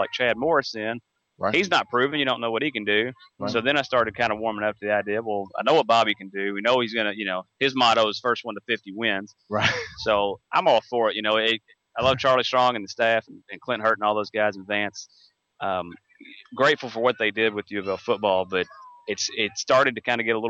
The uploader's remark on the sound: Todays show was broadcast live from Sky View Park for the annual Louisville Youth Football League Pigskin Preview.